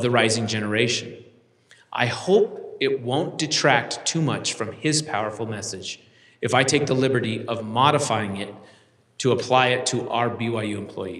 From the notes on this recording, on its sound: delivered this University Conference address on April 27, 2023